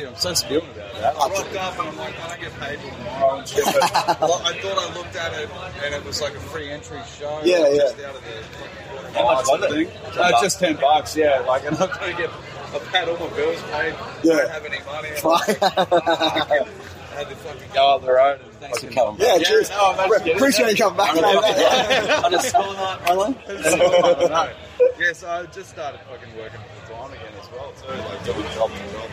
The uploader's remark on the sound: I couldn't get them in the studio but this is exactly why the live format has come into play. The audio does get a little dicey here and there and towards the end the next band starts playing but hey, that's being live for you (also recording off a phone lel).